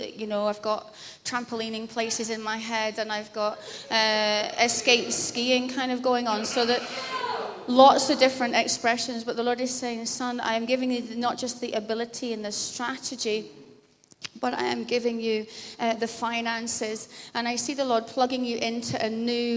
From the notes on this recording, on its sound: Glasgow Prophetic Centre. Recorded at the Speakers Of Life conference.